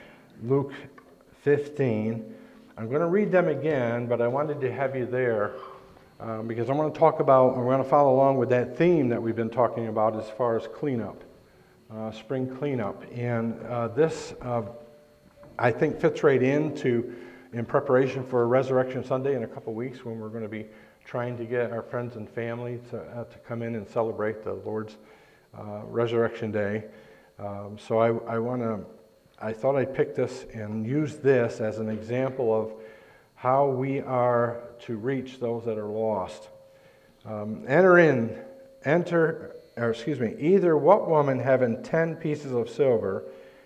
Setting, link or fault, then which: setting, large echoing room